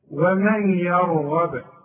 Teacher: ولاحظت ان انا قلقلت الباء هي مضمومة بس انا وقفت فلازم اقلقلها